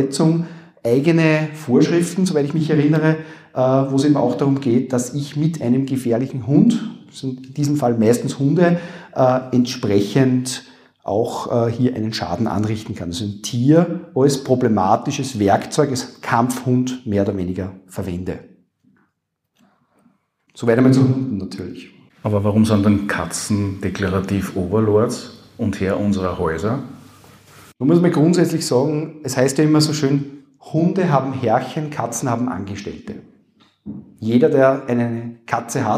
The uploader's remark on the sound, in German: Dies ist die Aufnahme der Veranstaltung. (5020 Salzburg, Kapitelgasse 4-6). Dies war der Tourstart der aktuellen LawBusters Tournee.